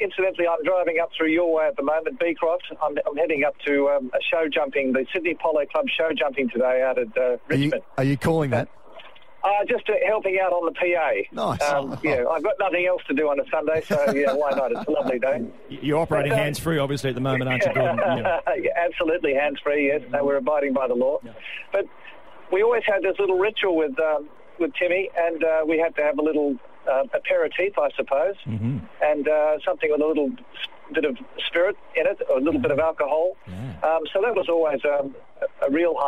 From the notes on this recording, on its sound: Is on the phone.